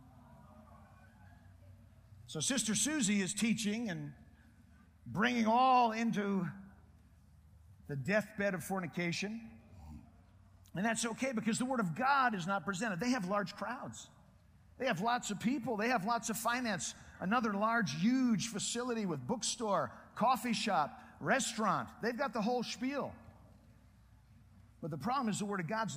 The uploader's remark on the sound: Preached in Prescott Conference Jan.2009.